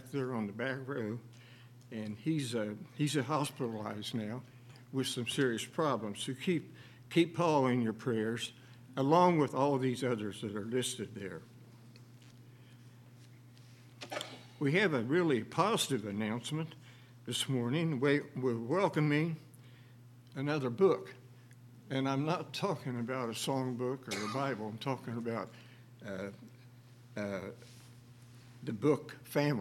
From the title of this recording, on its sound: LIVE Services at Sunshine